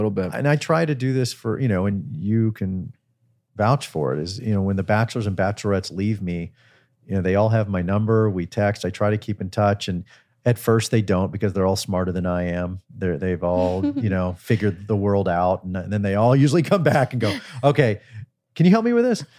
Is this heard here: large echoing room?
no